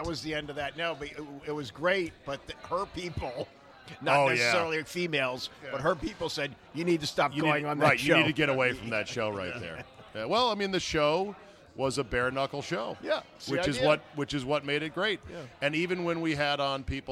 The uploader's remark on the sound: Out to dinner at DC Prime in Ashburn this week. RECORDED LIVE at DC PRIME STEAKS in Ashburn VA.